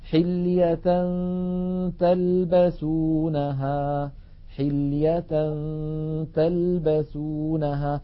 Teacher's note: فننتقل من التاء من كلمة حلية تاء إلى غنة، وقد هيئ الفم إلى قرب مخرج التاء، فإذا انتهى زمن الغنة نطقنا التاء · Term: الإخفاء